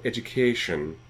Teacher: There is a thing that Raymond Hickey, the Irish linguist, refers to as stress attraction, which is a tendency to lengthen and make prominent, to stress, syllables later in the word